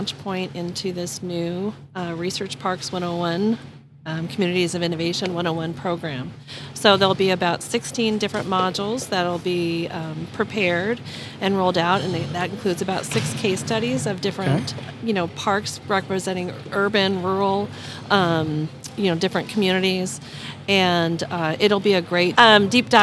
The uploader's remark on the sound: The interview was conducted during Day 3 of the Association of University Research Parks 2022 International Conference held in Toronto